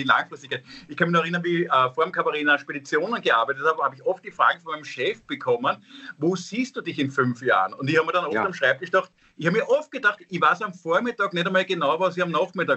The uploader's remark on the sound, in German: Aufzeichnung einer Skype Session. Weil das aktuell nicht möglich ist, finden sie ihr Publikum, indem sie einander via Skype am Abend beim Reden zusehen.